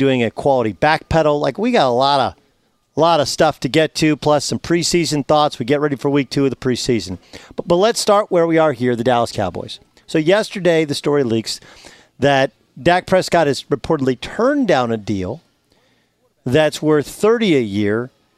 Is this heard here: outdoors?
yes